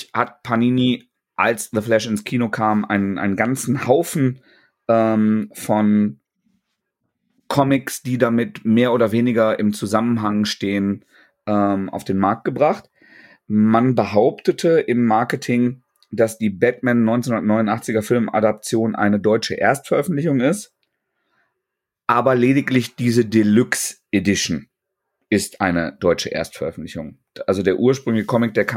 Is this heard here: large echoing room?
no